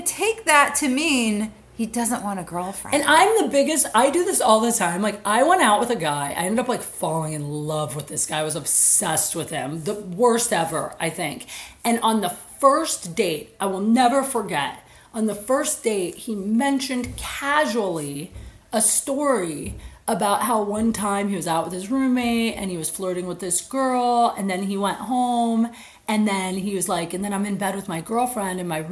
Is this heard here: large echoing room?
no